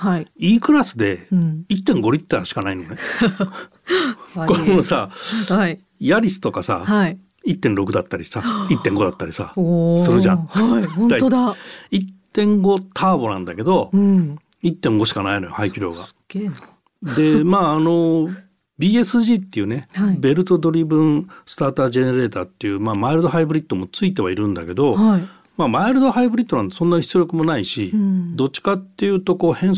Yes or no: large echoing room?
no